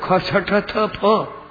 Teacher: ये महाप्राण है, इसमें प्राण ज्यादा खर्च होते हैं।